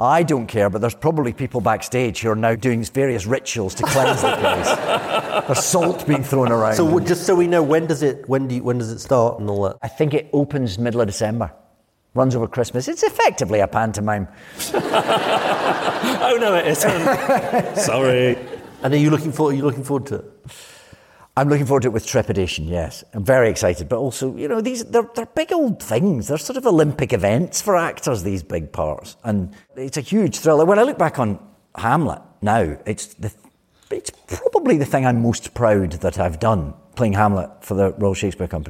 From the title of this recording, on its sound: Live at the RSC